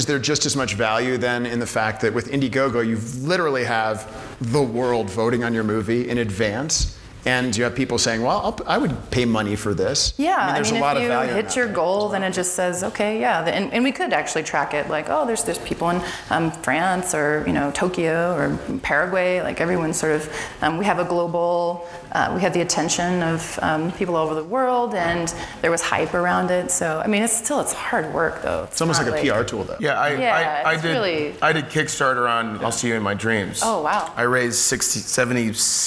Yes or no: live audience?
yes